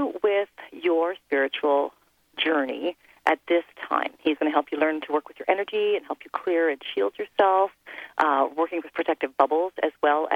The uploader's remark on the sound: Another FULL call-in show